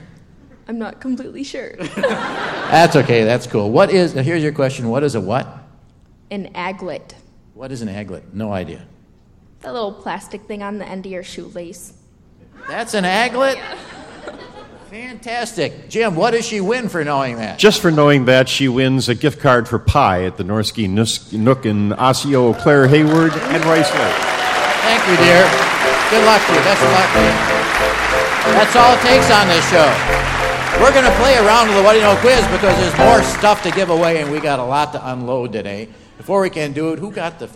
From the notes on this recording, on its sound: at the State Theater in Eau Claire, WI